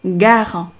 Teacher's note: G 是一个浊音，一定要去震动声带。